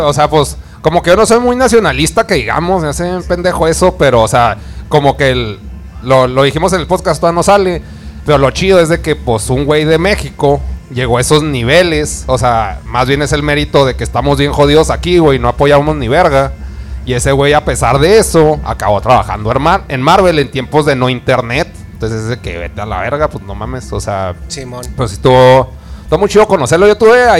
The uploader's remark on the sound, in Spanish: Episodio Especial En Vivo Desde El Dragon Rojo